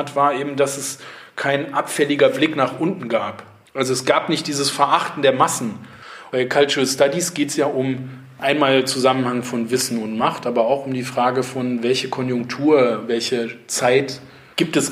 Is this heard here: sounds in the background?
no